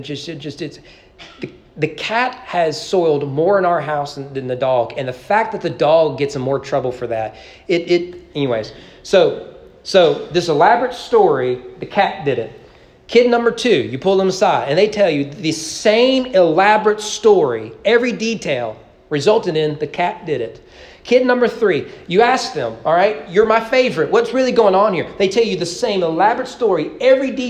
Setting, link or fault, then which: setting, large echoing room